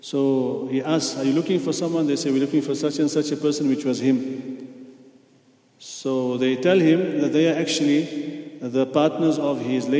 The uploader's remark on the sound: at the Houghton Masjid (West Street)